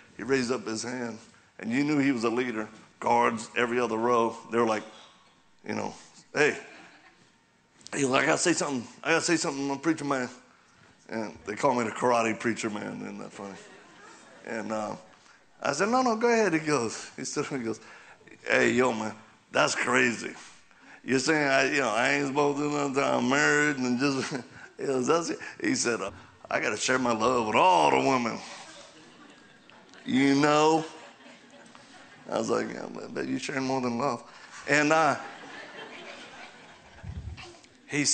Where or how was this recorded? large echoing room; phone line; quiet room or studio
large echoing room